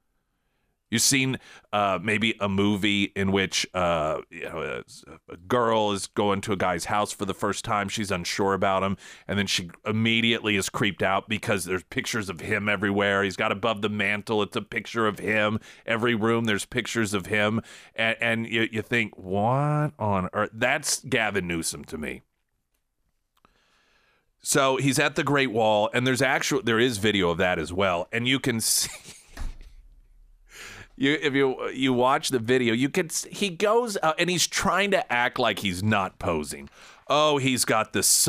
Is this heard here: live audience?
no